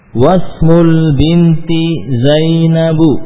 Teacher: Ya, wasmu, tidak lagi wa ismu, langsung ke sin ya.